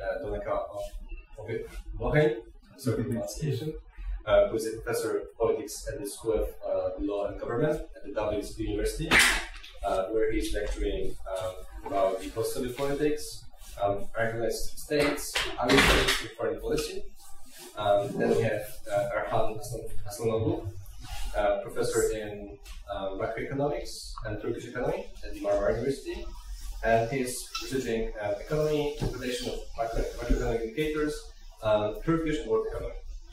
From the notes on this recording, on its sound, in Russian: В формате “Uncut and unedited”. Запись круглого стола в рамках научной конференции “New Markets”.